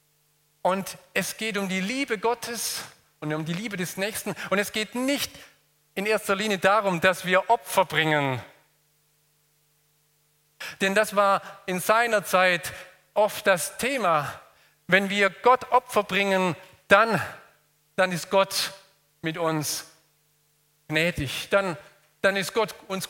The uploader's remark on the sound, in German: aus dem Gottesdienst der Liebenzeller Mission